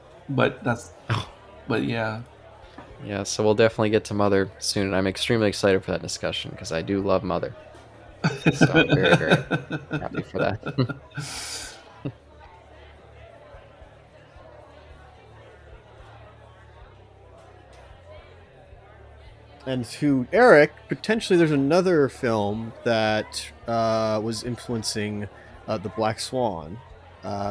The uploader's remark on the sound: All and all, it's just another fun day at the bar. This episode was recorded in front of a live bar side audience.